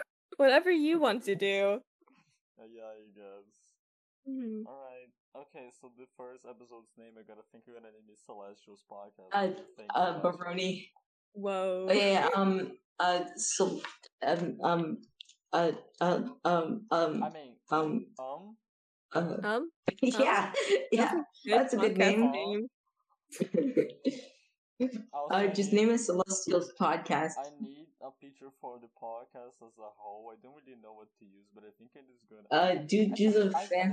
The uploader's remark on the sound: I just realized my mic was low af wtf guys come.